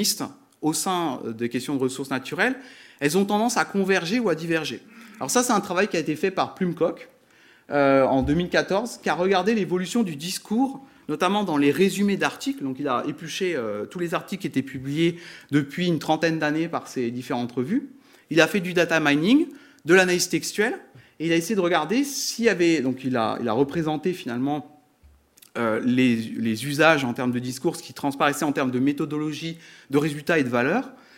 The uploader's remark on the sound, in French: Conférence donnée à Grenoble le 13/05/2022